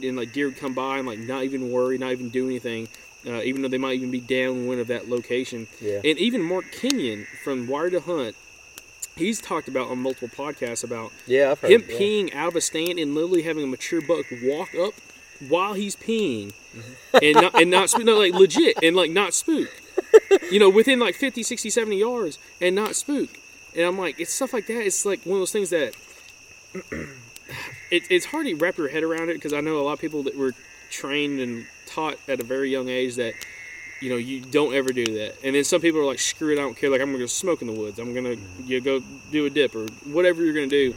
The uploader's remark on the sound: you'll be able to hear frogs, crickets and various other sounds of the woods at night!